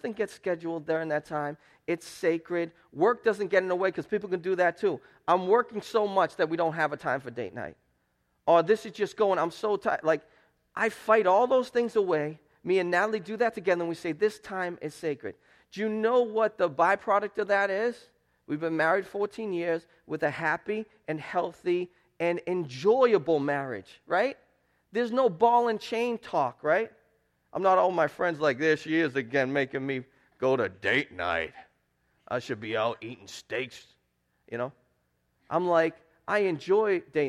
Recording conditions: large echoing room